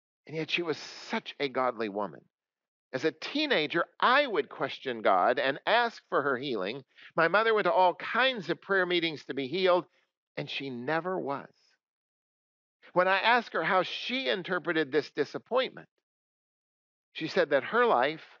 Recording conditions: large echoing room